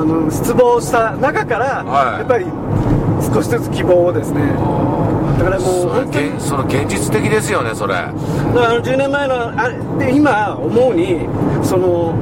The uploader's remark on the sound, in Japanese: 福井県へ向かう車の中でドライビング対談収録をいたしました。